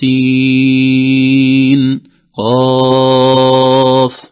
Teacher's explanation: وهذه كلها تمد مدا لازما، ست حركات، أطول أنواع المدود